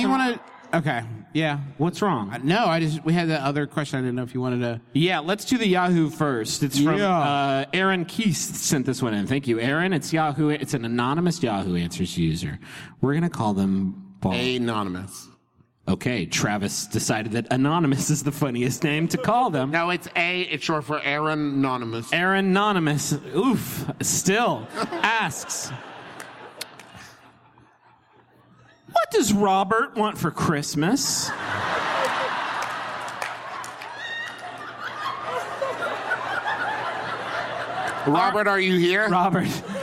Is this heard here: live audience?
yes